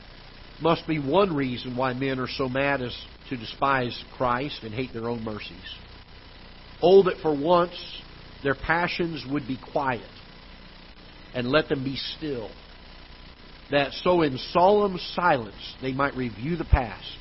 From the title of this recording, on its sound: Ketha Heights Baptist Church ~ Live Broadcast